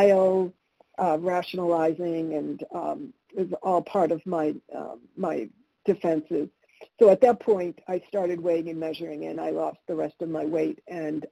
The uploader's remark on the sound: 100 Pounders Phone Meeting